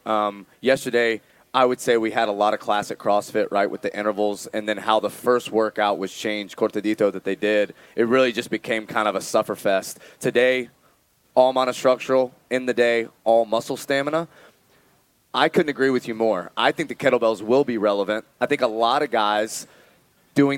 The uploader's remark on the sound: TYR Wodaplooza Gameday // Friday // Shut Up & Scribble LIVE From MIAMI